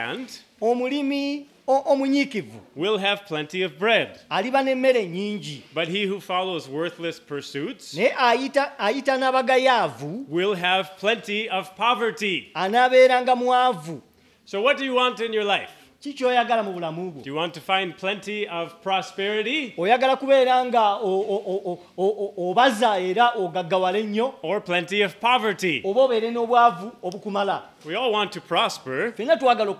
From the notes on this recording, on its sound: With Luganda Translation. At Lubumba Community Church on Sunday February 18, 2024.